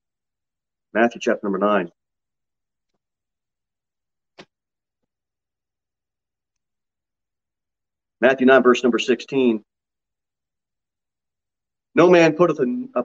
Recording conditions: large echoing room